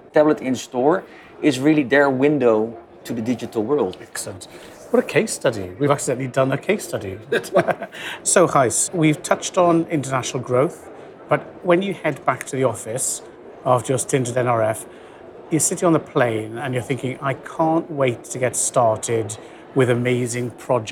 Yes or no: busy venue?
yes